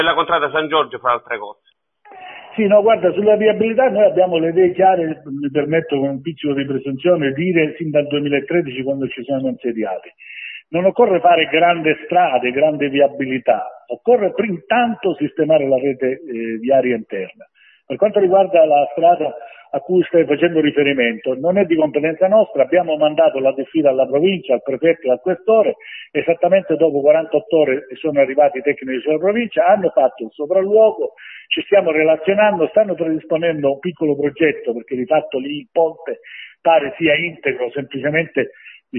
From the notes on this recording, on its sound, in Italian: Abbiamo chiesto tramite una nostra intervista telefonica, (realizzata nel fine settimana scorsa).